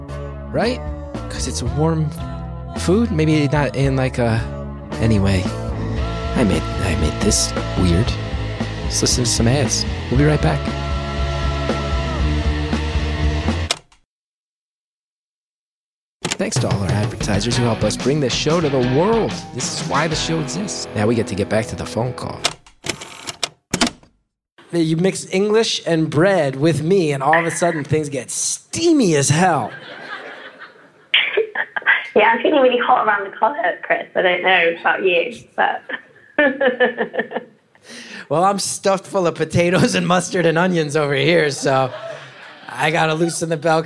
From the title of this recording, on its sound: Live From Rochester